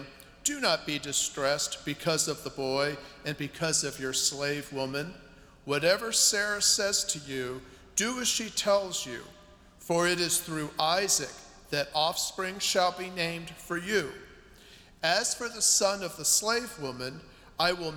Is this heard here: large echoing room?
yes